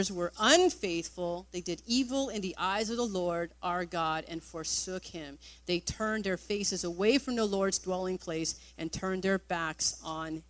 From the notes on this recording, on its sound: Recorded on August 20, 2017 at THRIVE Church Richmond, Canada